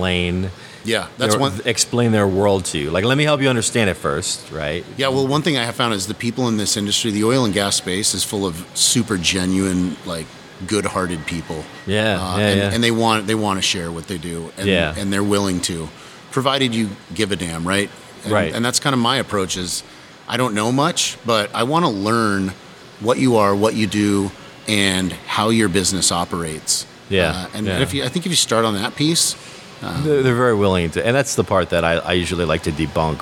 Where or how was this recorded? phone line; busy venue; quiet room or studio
busy venue